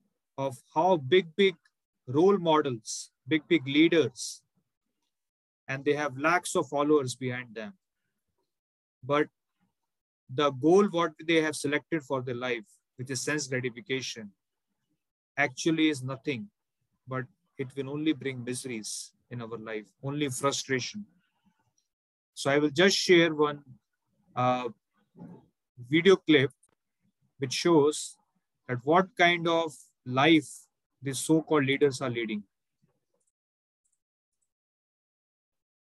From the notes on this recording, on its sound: Zoom recorded class.